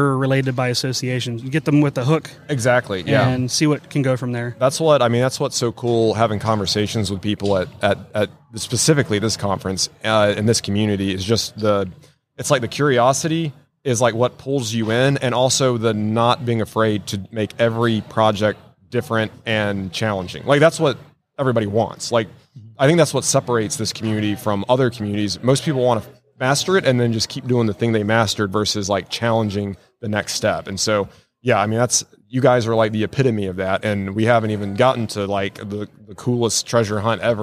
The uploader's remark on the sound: LIVE from WORKBENCHcon 2022